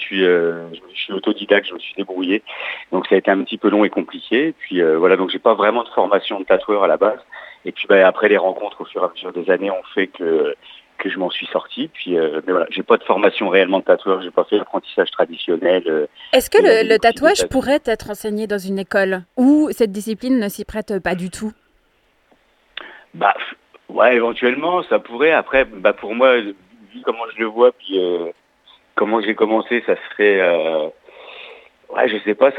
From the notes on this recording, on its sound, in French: Par téléphone depuis Montréal.